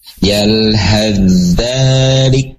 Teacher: maka masuklah ya huruf tha-nya masuk ke dalam huruf za ya · Term: idgham